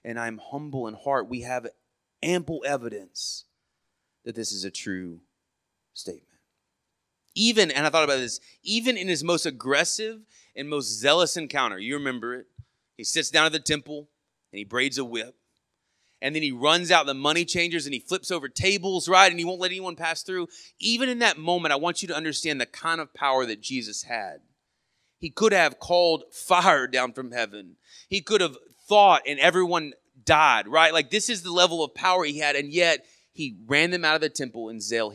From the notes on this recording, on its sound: Sermon audio from our morning service